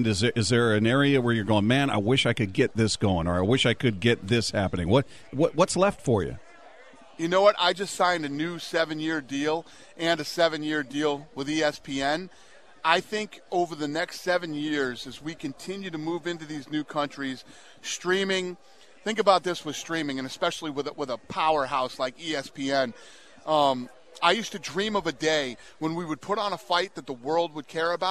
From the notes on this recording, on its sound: from Super Bowl Radio Row in Miami